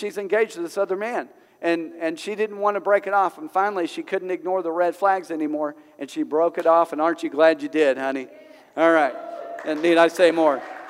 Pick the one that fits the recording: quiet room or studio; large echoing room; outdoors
large echoing room